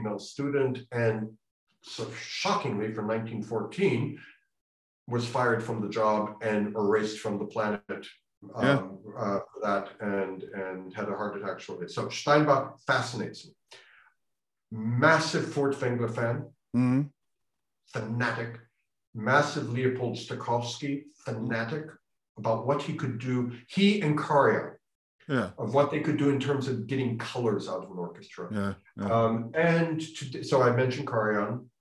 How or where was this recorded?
video call